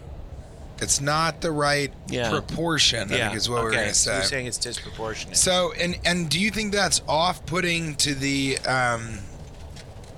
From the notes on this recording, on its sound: Recorded in a Taxi on the way to equine adventure.